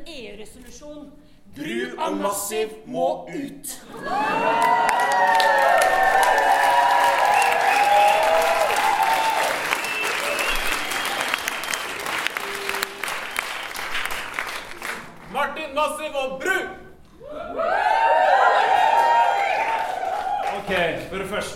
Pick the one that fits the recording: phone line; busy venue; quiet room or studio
busy venue